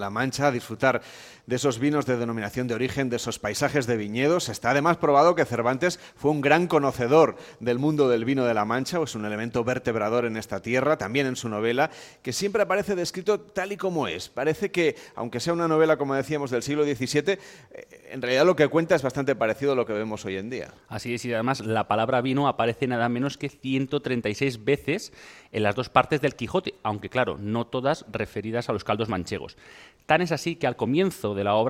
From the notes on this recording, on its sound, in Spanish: En directo desde El Provencio, en la provincia de Cuenca, el equipo de Gente viajera se suma a la Fiesta de la Vendimia.